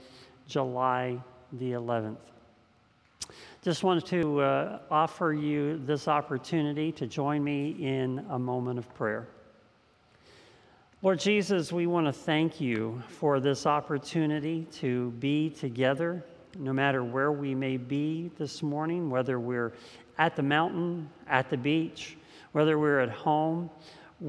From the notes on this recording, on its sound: This message was first preached on July 4th 2021 at Linglestown Life Church in Harrisburg PA.